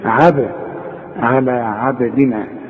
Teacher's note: الباء دي هي هنقلقلها، يعني هيحصل لها زلزلة